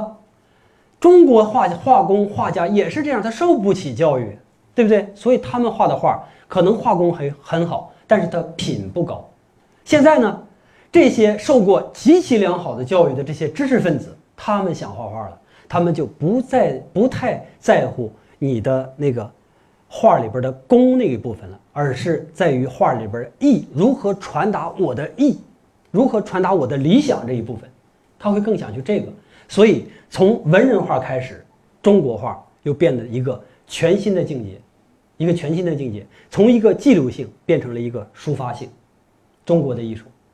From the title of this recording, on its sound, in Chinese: 讲座录音